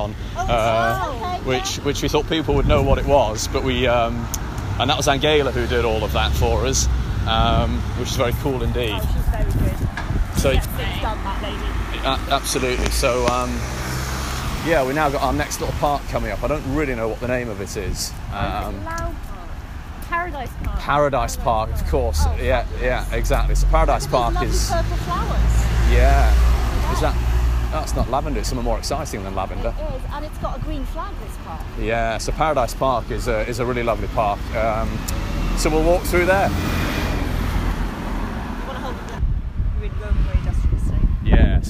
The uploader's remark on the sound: Walking & Talking Finsbury Park to Green Park